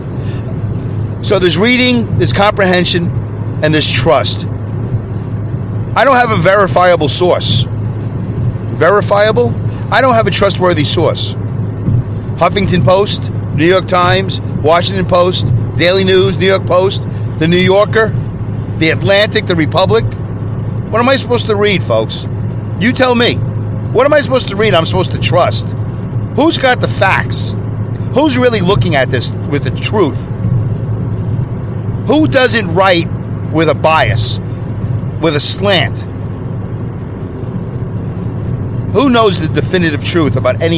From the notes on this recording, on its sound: I record my show from my car as I drive to and from work